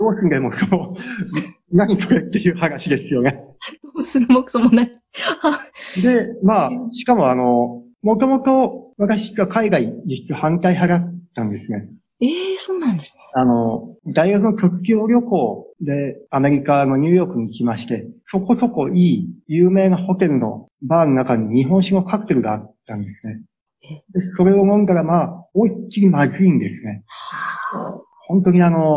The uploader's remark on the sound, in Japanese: Zoom・オンラインでインタビュー収録をしています。